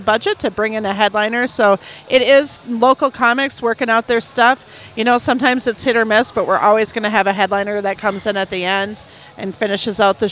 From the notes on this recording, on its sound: On location at LUSH.